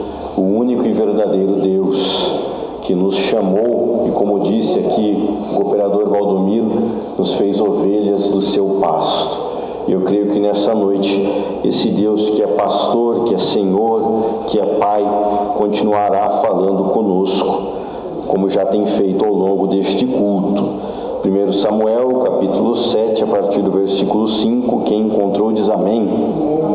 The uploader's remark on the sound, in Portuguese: Áudio de mensagem pregada em minha igreja local IEADFAZ - Ebenézer